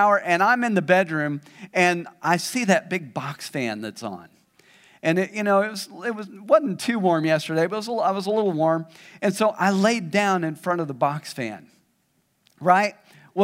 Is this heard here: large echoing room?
yes